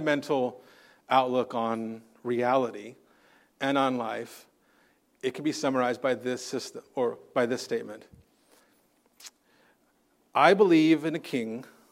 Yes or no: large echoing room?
yes